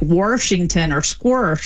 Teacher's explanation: an R sort of just stuck in the middle of places that never had one by people that typically don't drop their R elsewhere · Term: intrusive R